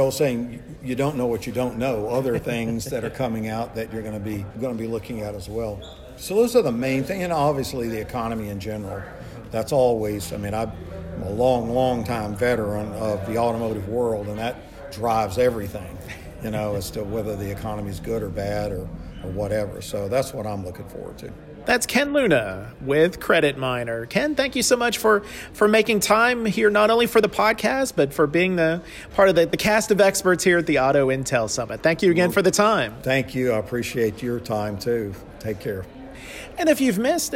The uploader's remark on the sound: This episode of the Auto Remarketing Podcast recorded during the recent Auto Intel Summit in Raleigh, N.C.